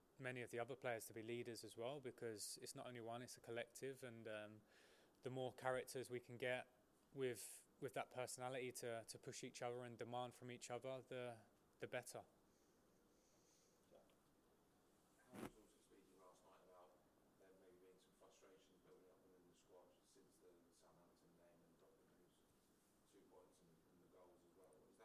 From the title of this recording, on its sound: PRESS CONFERENCE